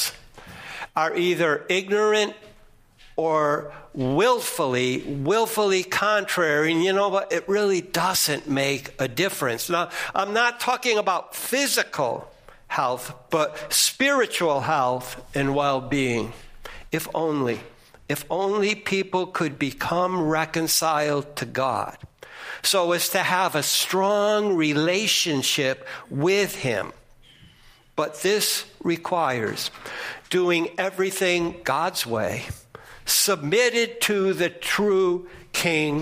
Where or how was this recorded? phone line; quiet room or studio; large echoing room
large echoing room